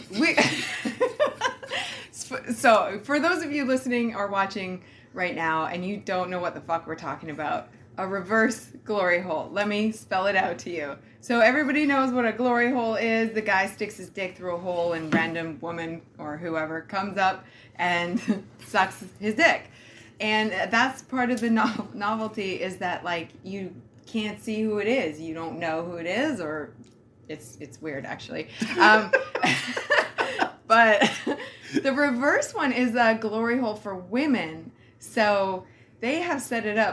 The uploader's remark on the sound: on location at a hotel takeover interracial party event